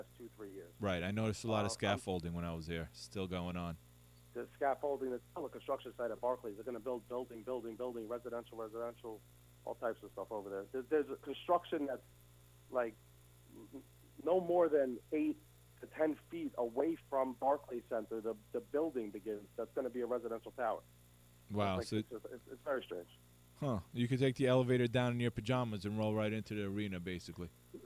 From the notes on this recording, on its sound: Called in to talk.